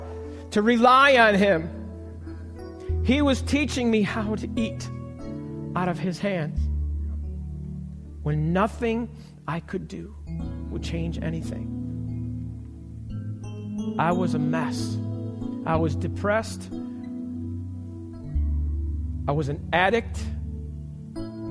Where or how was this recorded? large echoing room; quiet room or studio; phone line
large echoing room